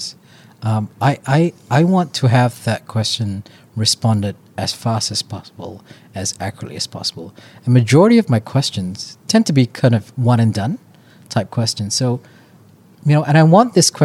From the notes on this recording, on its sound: Recorded in Sydney at Cloud Innovate Exchange.